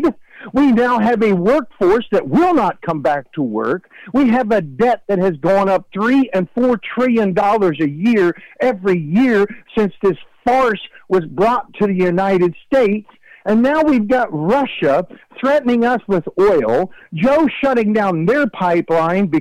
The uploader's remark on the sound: Called.